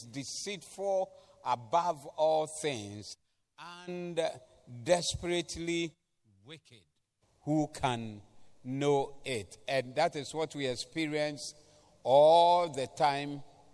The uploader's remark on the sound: Preached at the Doxa Service 14082022